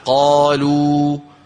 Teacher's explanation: انضمام للشفتين مع الواو مع ارتفاع أقصى اللسان